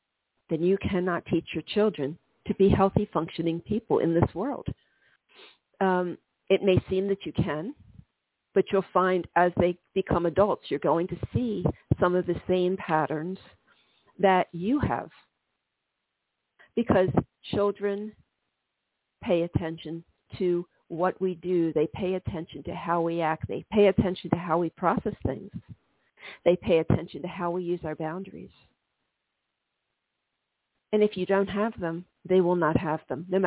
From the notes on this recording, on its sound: This is a call in show.